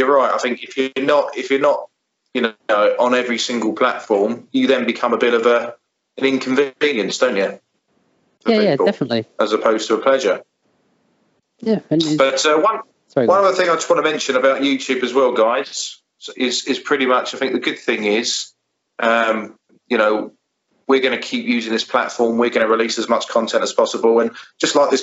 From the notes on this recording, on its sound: Because at this time the UK are on lockdown, we cannot meet in person to discuss this topic, so we have used Skype to help us bring this podcast to you, so we apologise for the audio quality.